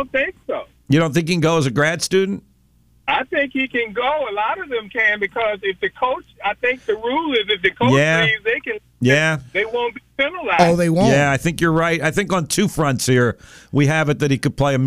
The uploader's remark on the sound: A few Listeners Call in to discuss Breaking News Situation with JMU Football program.